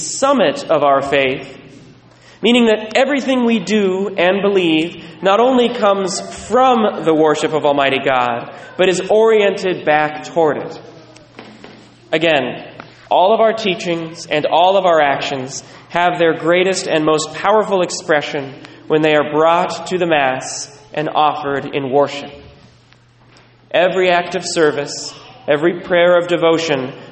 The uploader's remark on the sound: Recorded at Sacred Heart, La Conner